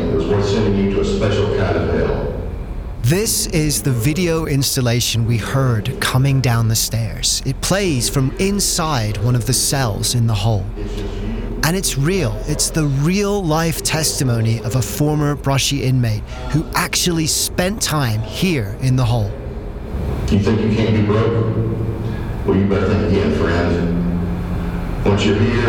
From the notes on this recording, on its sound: On Location on the Tennessee Whiskey Trail.